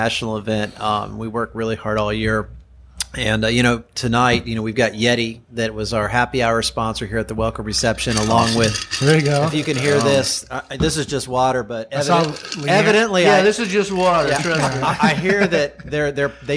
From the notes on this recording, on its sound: This podcast was recorded during the 2018 NBBQA National Conference & Academy.